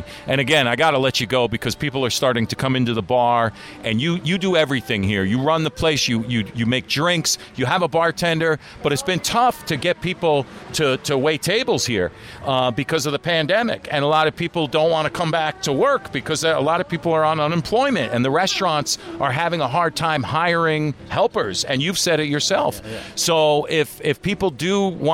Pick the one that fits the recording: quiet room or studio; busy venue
busy venue